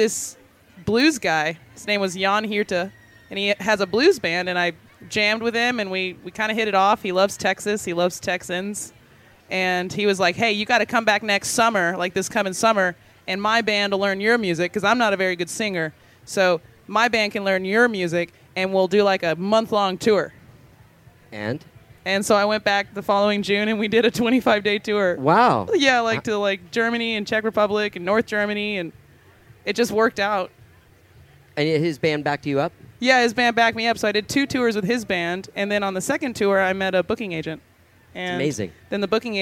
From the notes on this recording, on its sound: These conversations were recorded live on stage. Live From Austin City Limits Music Festival! This year I was invited by Austin Music Foundation and ACL Cares to do a couple of live podcasts at Austin City Limits Music Festival.